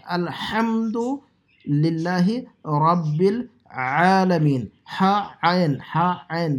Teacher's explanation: حلق سے دونوں حرف نکلیں گے ہا بھی اور عین بھی